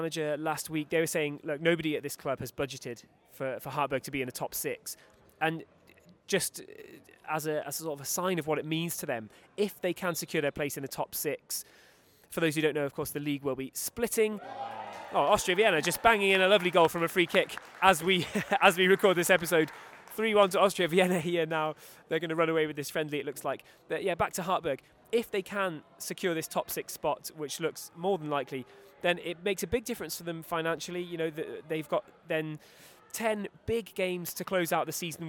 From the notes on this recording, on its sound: Recorded live at First Vienna's Hohe Warte stadium.